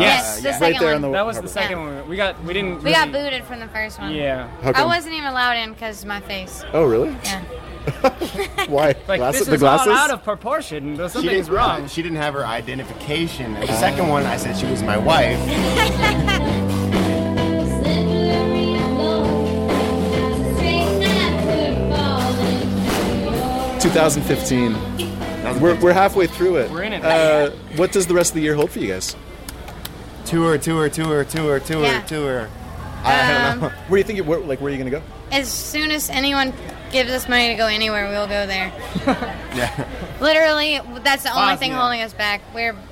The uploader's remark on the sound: live at The Factory in Jeju City, 6/13/2015